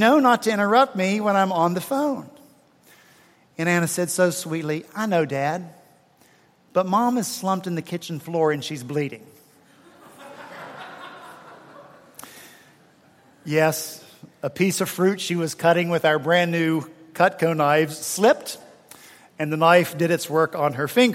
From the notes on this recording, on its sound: At Redeemer Presbyterian Church in Charleston, SC, for our fourth Sunday in Advent on December 18, 2016